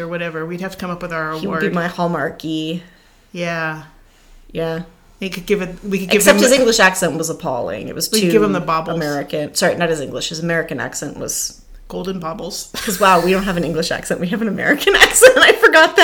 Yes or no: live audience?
no